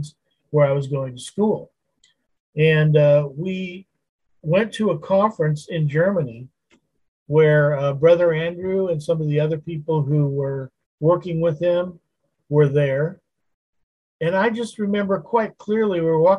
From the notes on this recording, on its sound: Wednesday Zoom study